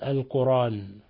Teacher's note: حمزة إذا وقف على لفظ القرآن يقف عليها بلا همز